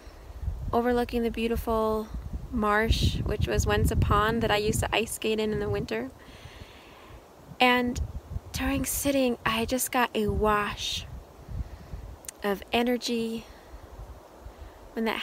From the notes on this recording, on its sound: This meditation was an impromptu recording while I was in the Coconino National Forest.